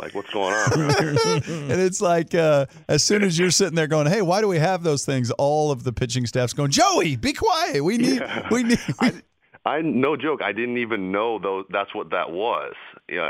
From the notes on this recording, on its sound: called in to the Ben and Skin show